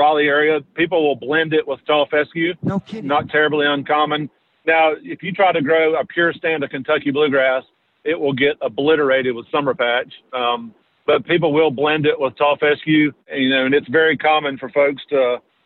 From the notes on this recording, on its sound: as he’s driving to the mountains of North Carolina!